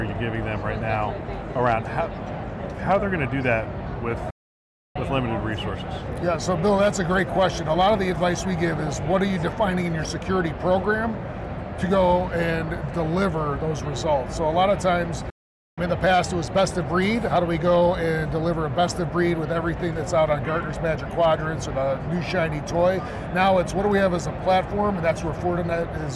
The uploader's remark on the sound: an Interview in Action live from HLTH